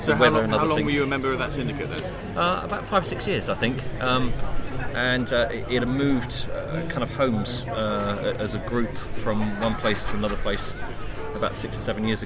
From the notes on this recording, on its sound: Game Fair Episode. Look back at an epic weekend at the Game Fair with interviews and clips recorded on location, featuring artillery fire, horse racing, communal singing and some big ideas!